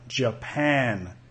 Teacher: Sonido J más schwa